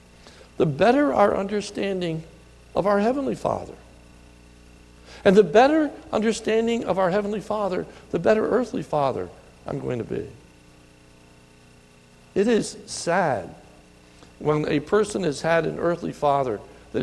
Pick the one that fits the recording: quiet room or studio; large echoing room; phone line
large echoing room